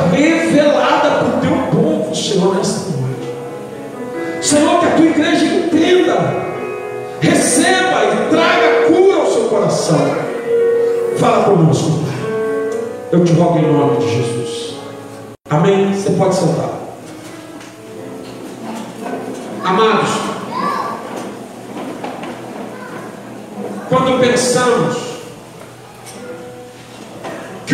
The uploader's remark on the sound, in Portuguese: Culto de domingo - 16/02/2020 - Ao Vivo na Casa de Louvor